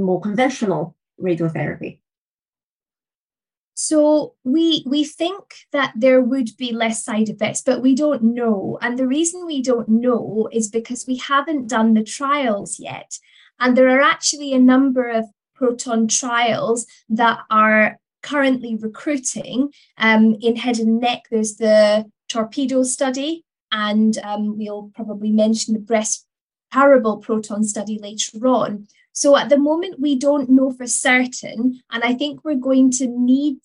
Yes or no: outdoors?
no